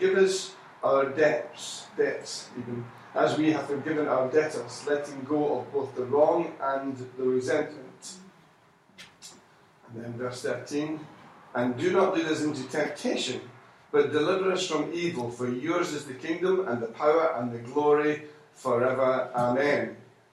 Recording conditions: large echoing room